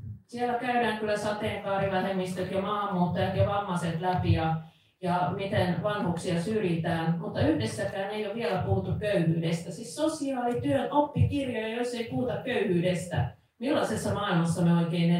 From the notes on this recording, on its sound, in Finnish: LIVE! Tämä jakso on nauhoitettu liveyleisön edessä Helsingin keskustakirjasto Oodissa perjantaina 20.1.2023.